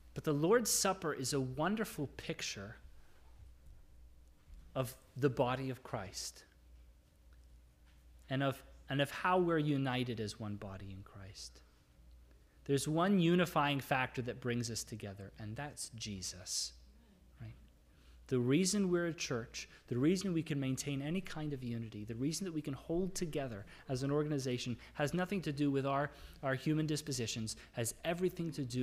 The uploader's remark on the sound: This is the audio from the entire service